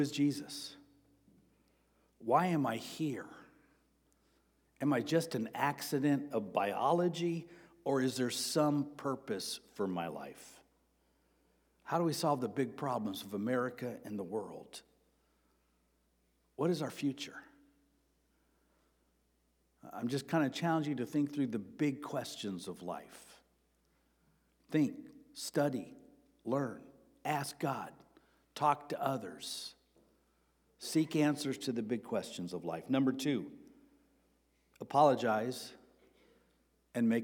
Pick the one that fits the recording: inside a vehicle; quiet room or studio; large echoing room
large echoing room